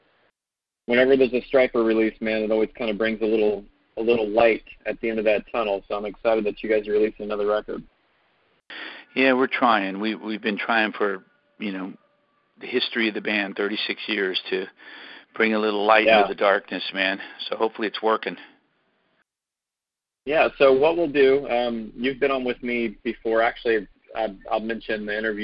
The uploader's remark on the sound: CALL IN LINE.